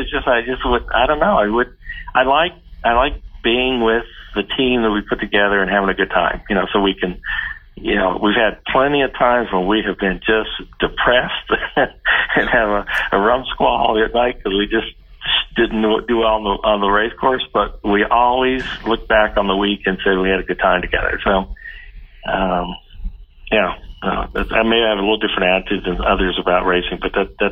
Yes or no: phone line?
yes